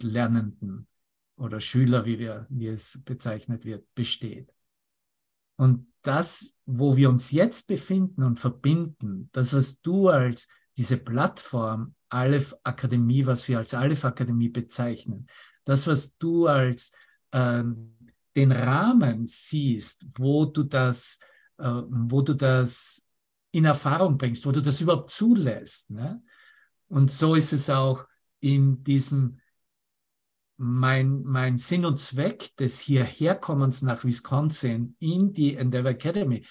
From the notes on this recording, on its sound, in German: Zoom-Session. Veranstaltet von der Aleph Akademie.